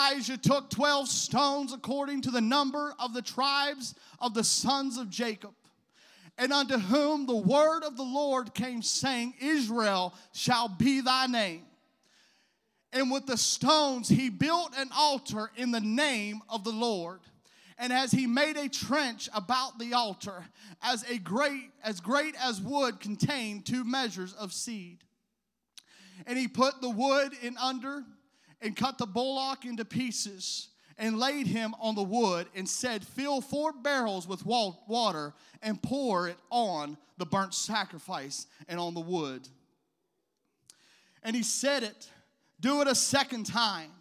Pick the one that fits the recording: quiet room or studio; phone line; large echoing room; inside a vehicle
large echoing room